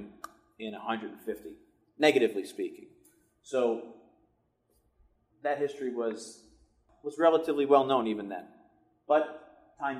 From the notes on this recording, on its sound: Recorded from a live presentation, join our friends in Cleveland.